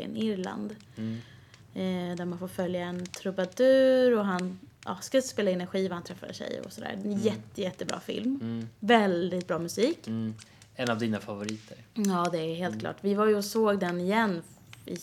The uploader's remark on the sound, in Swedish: Brasan knastrar i bakgrunden